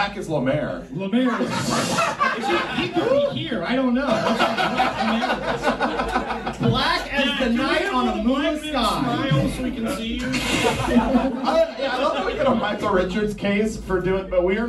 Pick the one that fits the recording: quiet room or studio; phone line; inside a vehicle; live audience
live audience